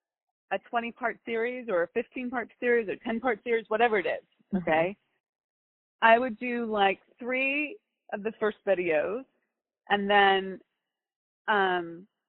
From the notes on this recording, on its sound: We take you behind the scenes and allow you to listen in to the coaching I do with clients. All of these coaching calls have been recorded with permission from my clients.